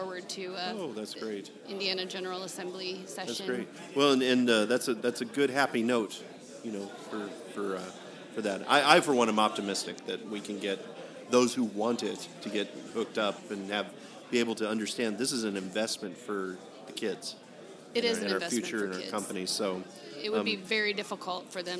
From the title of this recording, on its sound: Live before an Innovative Audience